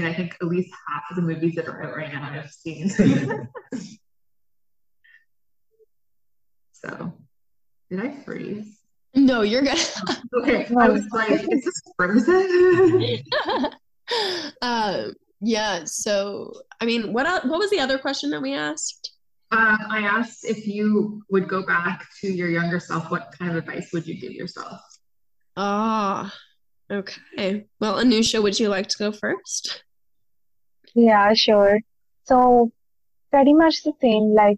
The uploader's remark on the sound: got together virtually to re-record the podcast